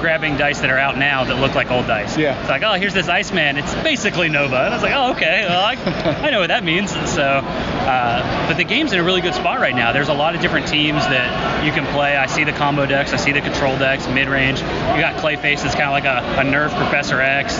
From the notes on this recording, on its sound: The US National Championship took place at the Origins Games Fair in Columbus, Ohio. We've got Top 8 meta-chat, live audio from Origins, and a Special Guest who was there on the day.